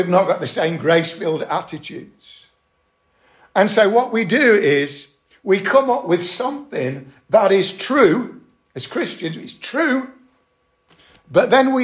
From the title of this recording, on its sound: Estuary Elim Church Ashingdon Evening Service